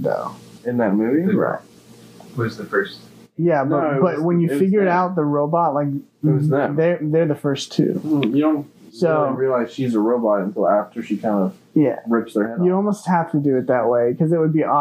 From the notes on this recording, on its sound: this episodes audio quality...mediocre